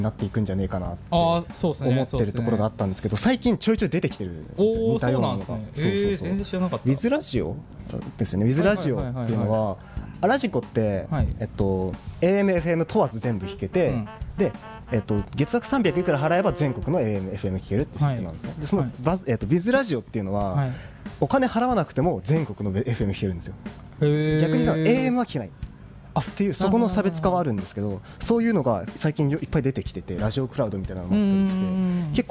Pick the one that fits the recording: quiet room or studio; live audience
live audience